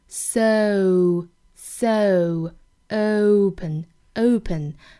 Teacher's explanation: 比如说像这个 so, open 这些词呢，我们都要注意从 a 到 w 的滑动